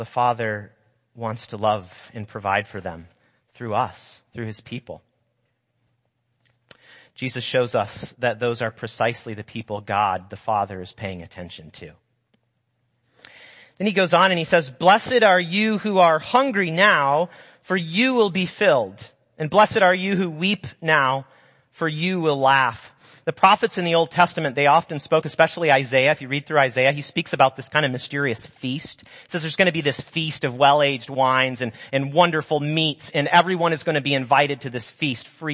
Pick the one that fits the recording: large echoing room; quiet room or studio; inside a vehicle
large echoing room